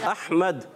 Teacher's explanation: हमजा हलक के नीचे वाले हिस्से से अदा होता है